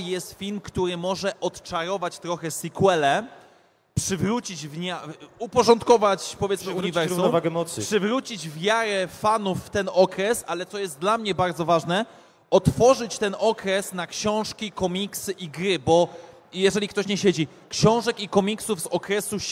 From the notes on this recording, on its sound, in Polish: Podczas minionego weekendu odbyło się PGA czyli Poznań Game Arena. W sobotę na scenie głównej odbył się panel dyskusyjny.